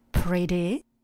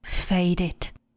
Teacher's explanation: americkou výslovnost, kde to t přechází tak trošku do d